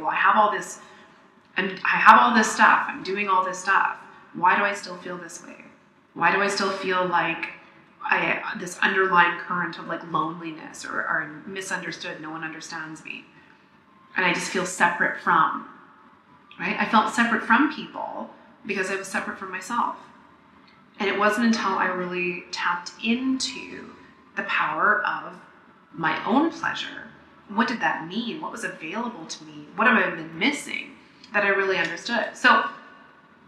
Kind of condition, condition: fault, echo